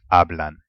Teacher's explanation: the emphasis must go on the second last vowel, which happens to be the first vowel of the word. So it's hablan, yeah? · Term: nose rule